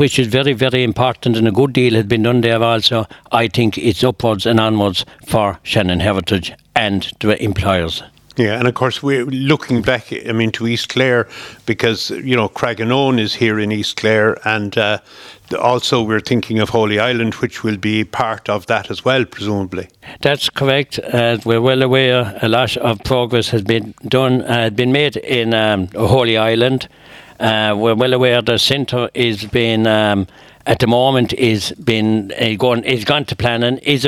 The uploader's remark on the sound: Broadcast live Bodyke Festival 2023